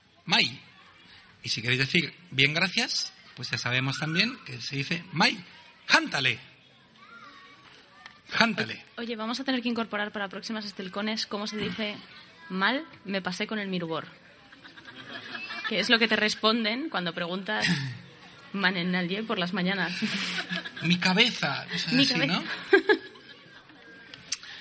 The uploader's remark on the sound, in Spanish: Grabado en directo desde la convención anual, y con una muestra de la misma: lecturas, poemas, canciones, clase de élfico. Los audios grabados en directo necesitan mucha más edición de lo normal.